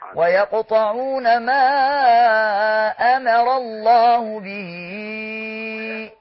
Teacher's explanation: نعم، هنمد المنفصل لأن احنا بنقرأ من طريق الشاطبية